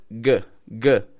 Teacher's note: And G, back of the throat, g, g. And again, it is voiced.